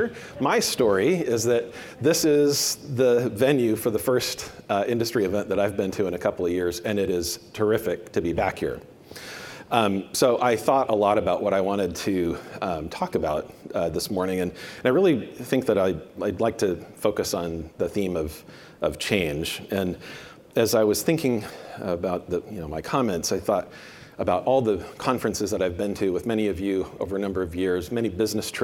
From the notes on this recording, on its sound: a presentation from the Banknote and Currency Conference